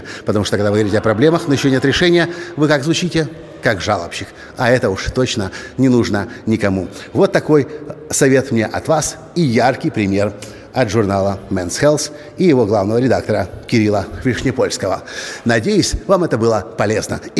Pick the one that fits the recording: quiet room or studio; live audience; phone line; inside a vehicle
live audience